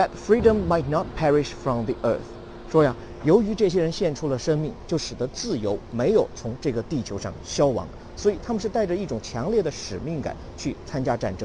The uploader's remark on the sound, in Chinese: 在耶鲁大学校园现场录制的视频课程